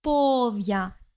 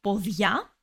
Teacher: If you slightly change the way you highlight the syllables, so instead of podia, you highlight the last part and you say podia · Shown in: second take